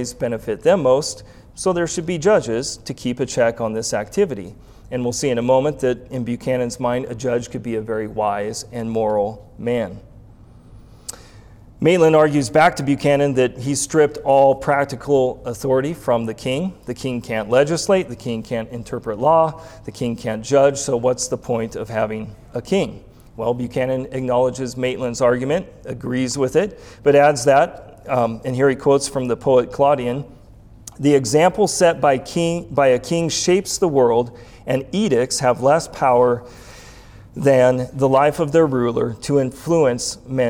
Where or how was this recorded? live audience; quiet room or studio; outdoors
live audience